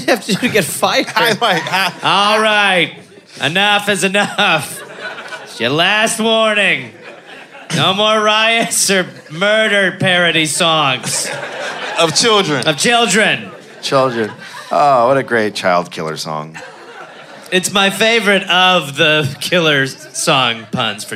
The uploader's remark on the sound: Live in Chicago